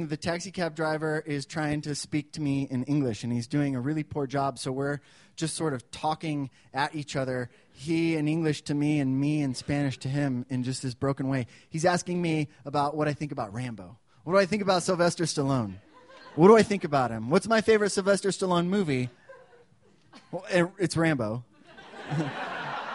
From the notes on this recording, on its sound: These stories were recorded at The Deer Pile on October 17th, 2013 by our good friends at The Denver Diatribe.